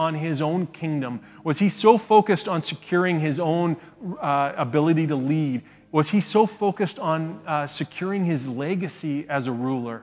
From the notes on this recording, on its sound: speaks at SouthRidge Fellowship, a Langley church